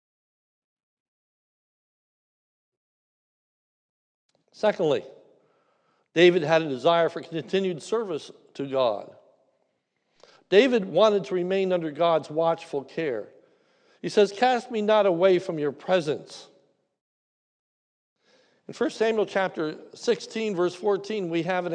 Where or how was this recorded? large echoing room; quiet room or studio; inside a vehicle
large echoing room